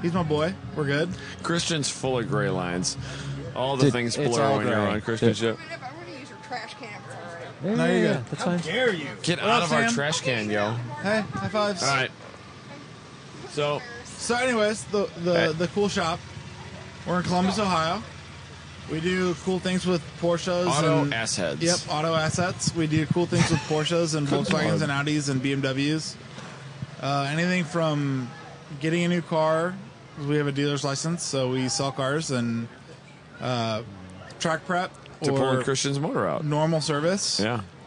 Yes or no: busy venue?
yes